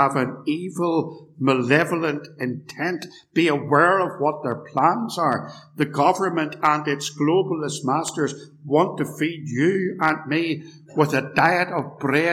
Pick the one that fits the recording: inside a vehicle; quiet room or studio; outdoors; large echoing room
large echoing room